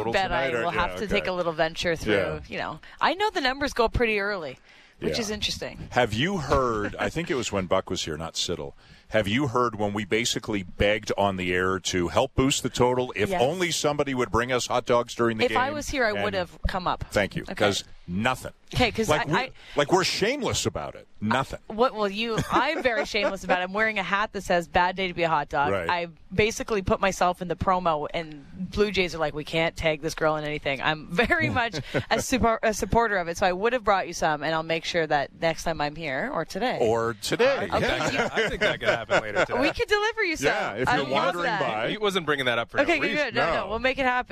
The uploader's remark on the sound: Live from the Rogers Centre